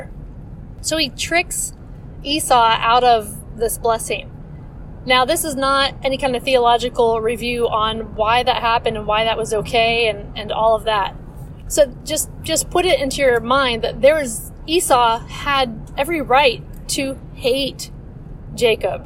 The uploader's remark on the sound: I don't always record in my car, but when I do... Join me for a little car ride again.